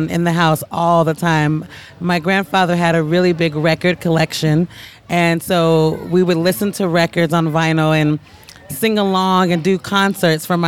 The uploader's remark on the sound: Scribblers Festival 2019. These are recordings from our Conversation Caravan over the Family Weekend.